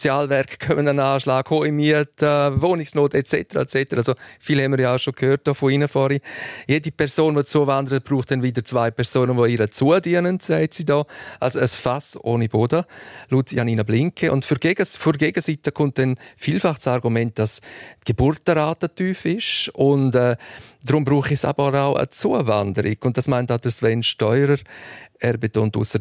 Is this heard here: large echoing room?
no